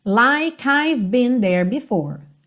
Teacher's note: o E não é pronunciado, o K já junta no I